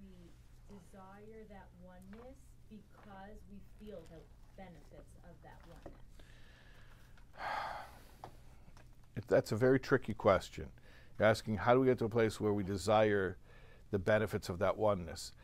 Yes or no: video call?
no